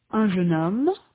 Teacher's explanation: In un jeune homme, un represents a vowel sound without a consonant.